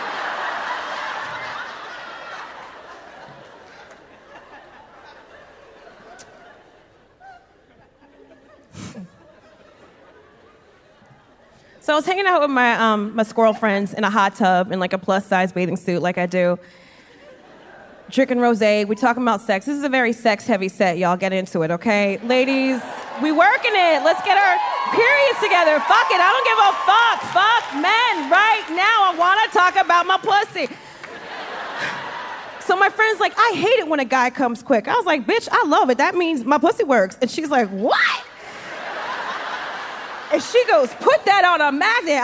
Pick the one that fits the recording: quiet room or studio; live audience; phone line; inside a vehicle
live audience